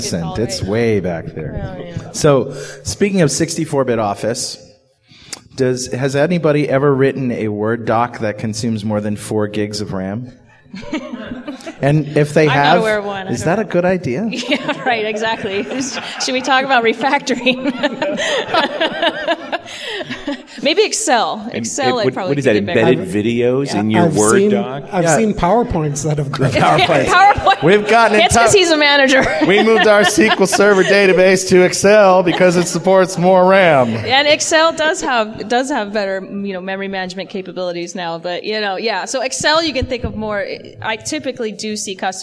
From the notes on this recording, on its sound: In front of a live audience. Visual Studio 2010 Road Trip in Phoenix, AZ.